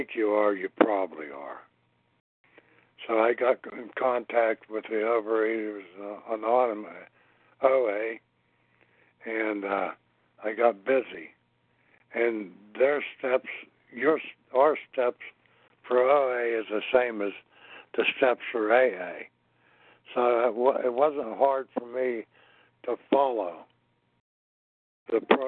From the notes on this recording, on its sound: from the 100 Pounders Phone Meeting, 10/28/23